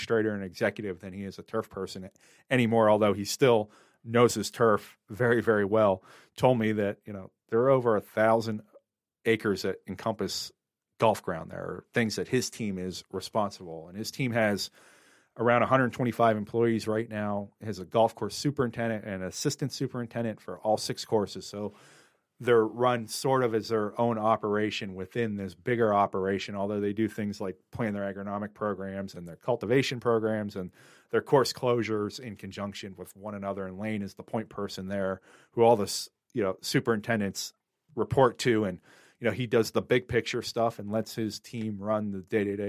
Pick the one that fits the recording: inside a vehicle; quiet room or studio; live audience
quiet room or studio